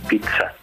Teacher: como si fuera la pronunciación de una T y de una S, pero en un sonido único, como Venecia, que quizás a veces sale mejor, sería el mismo sonido.